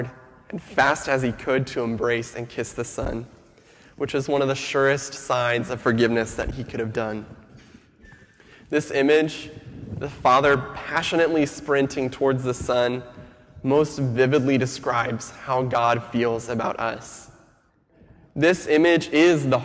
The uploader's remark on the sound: Sermon audio from FIBC Copenhagen, July 26, 2015.